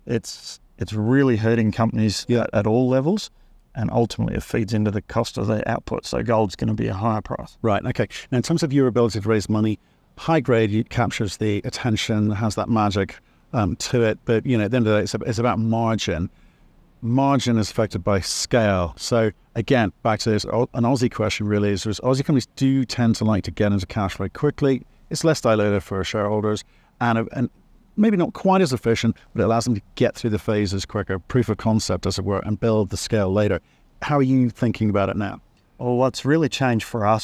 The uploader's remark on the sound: In an interview at the recent Denver Gold Forum conference.